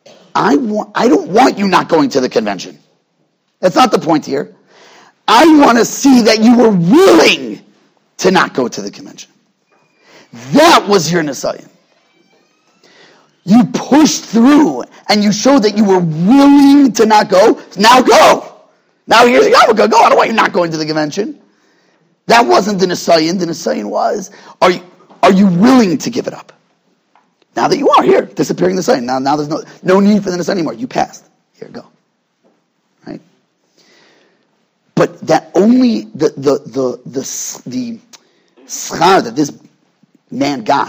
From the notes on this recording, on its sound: At Night Seder Thursday night. Shiur recorded in Yeshivas Ohr Reuven, Monsey, NY.